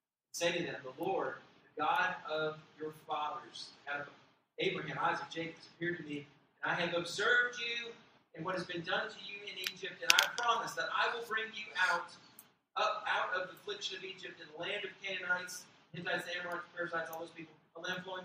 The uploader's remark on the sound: We apoligize for the quality of the audio on this particular message. The message was recorded off of a secondary mic.